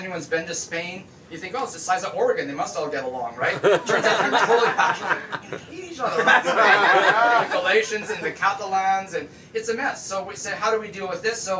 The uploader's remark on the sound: Keynote Aboard a Boat. On a private yacht with special access to the Victoria naval base. Jointly delivered a keynote speech for Experience Tectoria, an event designed to highlight Victoria’s tech sector. A lively crowd who actively participated in the stories with heckles and laughs.